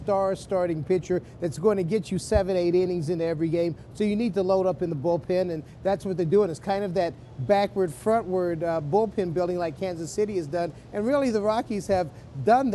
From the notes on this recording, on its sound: live in Nashville at the Winter Meetings